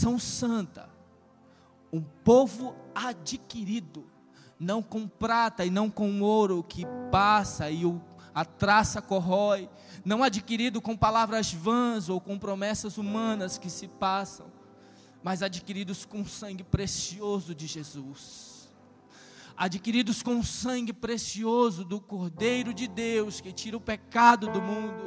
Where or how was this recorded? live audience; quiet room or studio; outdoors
live audience